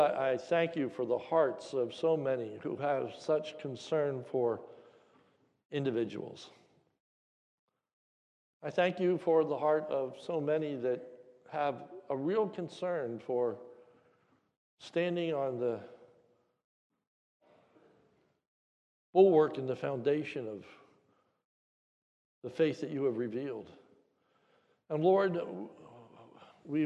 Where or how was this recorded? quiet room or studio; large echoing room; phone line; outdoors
large echoing room